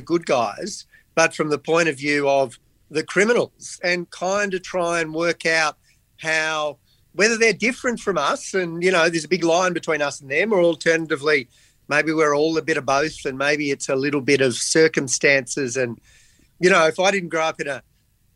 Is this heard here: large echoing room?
no